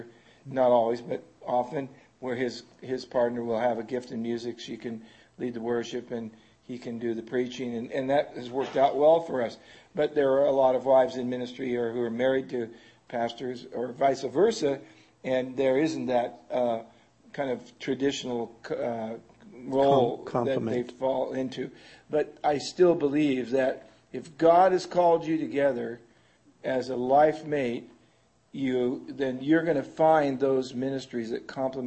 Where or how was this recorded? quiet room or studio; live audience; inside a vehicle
live audience